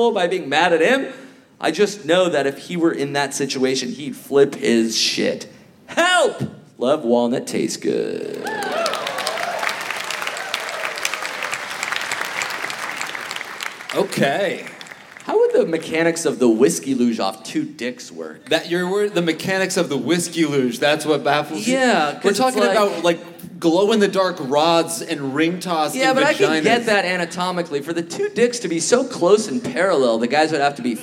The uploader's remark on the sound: Live in Vancouver! Recorded Live at the Vogue Theater as part of Just For Laughs: Vancouver!